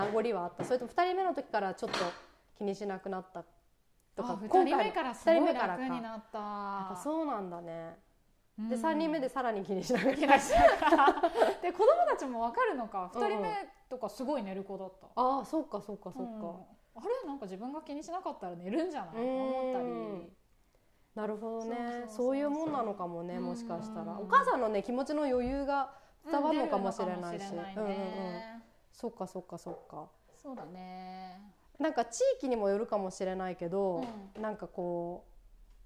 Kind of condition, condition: fault, sounds in the background